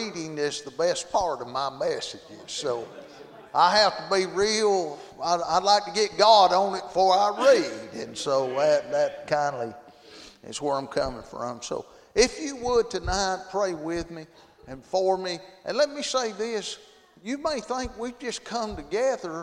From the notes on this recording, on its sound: Friday Evening service at Calvary Baptist